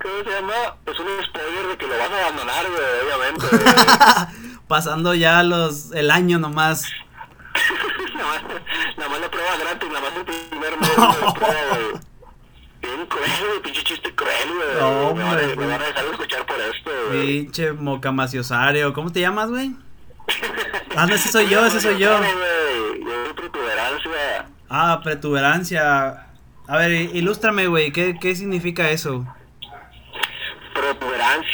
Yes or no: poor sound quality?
yes